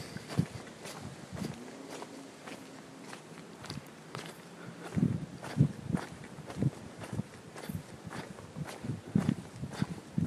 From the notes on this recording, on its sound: This 'About The Tings' episode was a Walk and Talk Through the Woods at Night around Plymbridge Woods in Plymouth.